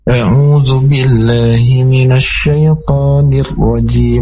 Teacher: mirrojim itu rok tebal dan juga ada tasdid